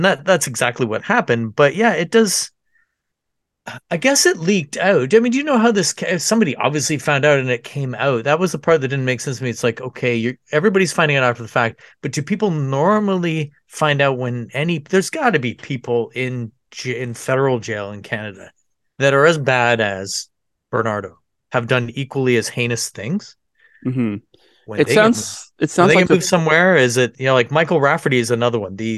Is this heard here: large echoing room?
no